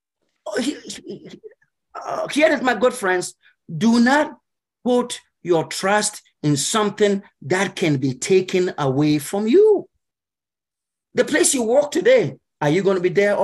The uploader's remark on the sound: Message taught via Zoom at Church of Pentecost USA—PIWC, Silver Spring, MD.